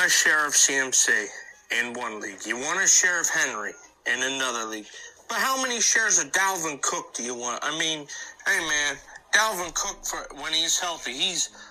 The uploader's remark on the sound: takes phone calls and answers voicemails all show long